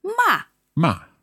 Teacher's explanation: And the fourth tone is sharply down.